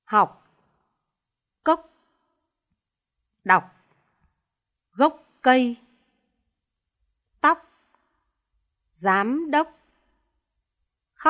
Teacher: Vần óc, ốc, chú ý nguyên âm, không tròn môi.